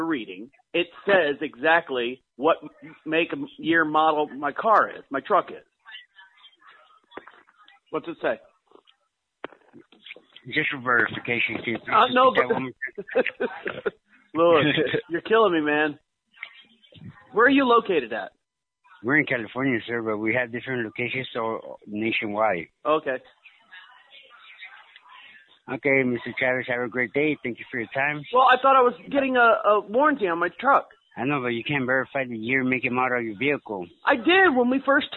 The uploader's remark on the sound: Every call is 100% real. All comments, names, and information given to the callers are made up in real time as the call is recorded.